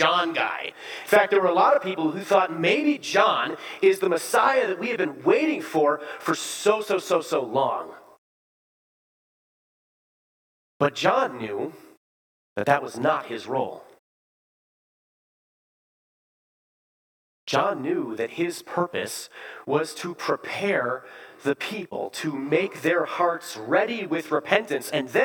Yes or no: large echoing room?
yes